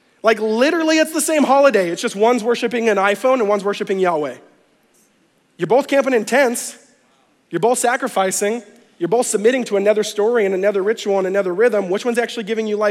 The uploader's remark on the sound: conference talks from NewSpring Church